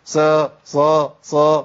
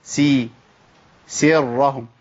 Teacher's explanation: ده انا املت الحركه، بدل ما هي حركه كسر بقى بين الكسر والفتح · Shown in: first take